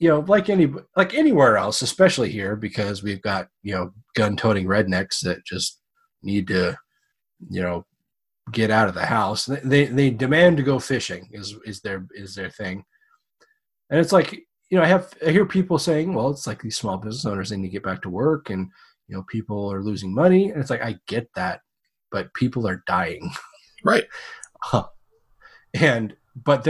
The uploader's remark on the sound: We made the mistake of trying to record this through Zoom, and it blew up in our faces. This episode was a mess and took a LOT of clean up. The audio still isn't great, but it's definitely not the worst sounding show we've put out!